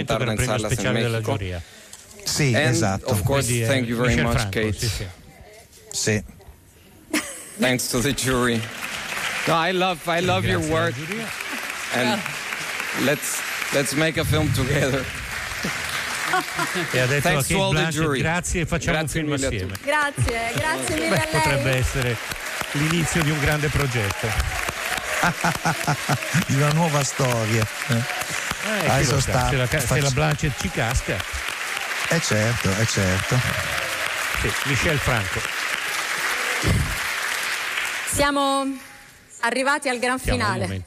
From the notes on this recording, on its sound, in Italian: HOLLYWOOD PARTY Venezia 77: la cerimonia di chiusura. In diretta dal Lido la consegna dei premi della Mostra del Cinema.